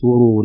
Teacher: الراء الأولى مضمومة والتي بعدها مكسورة، فالأولى مفخمة، يقع كثير من الناس في ترقيق يقول على سرور يرقق الرأين بيد أن الأولى مفخمة والثانية مرقق سرور مصفوفة.